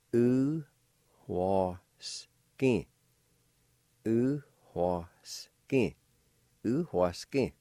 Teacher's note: there's a faint H sound right before the W